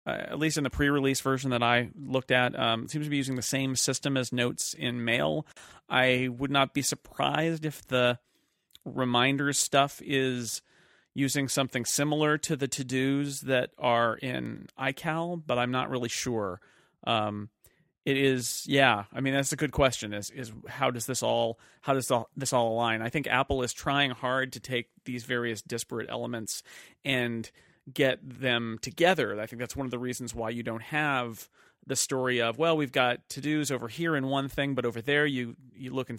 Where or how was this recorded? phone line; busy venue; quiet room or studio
quiet room or studio